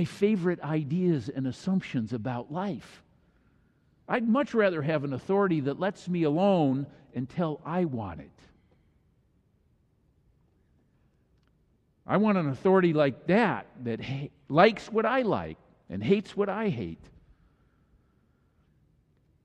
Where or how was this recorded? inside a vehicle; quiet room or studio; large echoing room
large echoing room